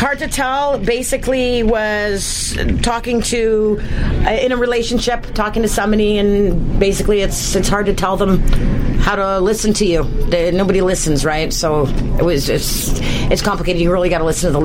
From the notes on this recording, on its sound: during the Stonebridge Wasaga Beach Blues Fest at Wild Wing